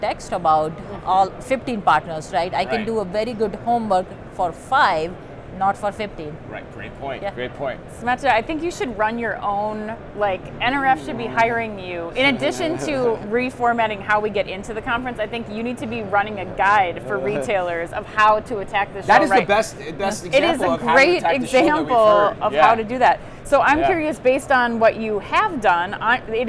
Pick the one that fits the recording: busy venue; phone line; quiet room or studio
busy venue